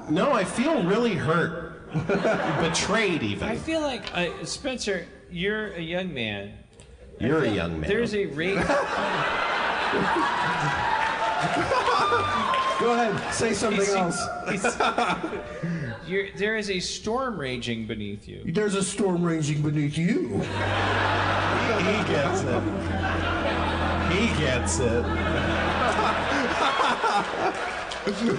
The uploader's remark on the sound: Harmontown is live from Chicago. A live organist!